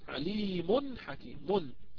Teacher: وقلت حكيم يعني بدون تنوين بدون نون ساكنة